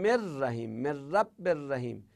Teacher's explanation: چون من رو در تلفظ تبدیل میکنیم به را · Term: ادغام